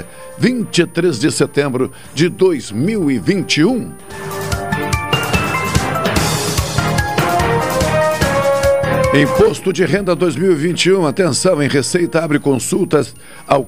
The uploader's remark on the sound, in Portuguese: por telefone